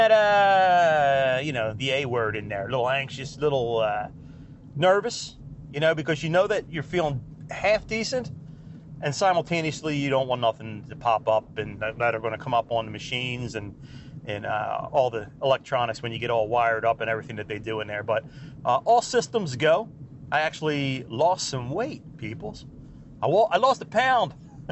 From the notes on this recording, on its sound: We hop in the truck and take a ride to the woods